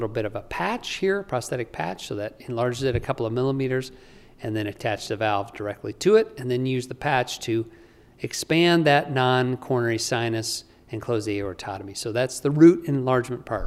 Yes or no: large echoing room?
yes